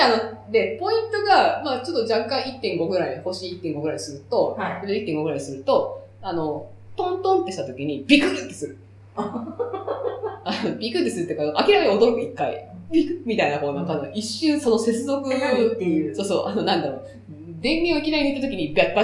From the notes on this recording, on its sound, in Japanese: 今月ちょっと音質が悪いです。